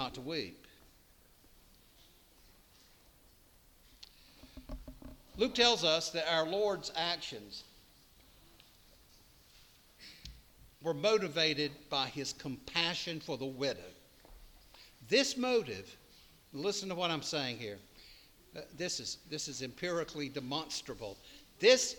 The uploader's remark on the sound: preached at All Saints Anglican Church in Charlottesville, VA on September 24, 2023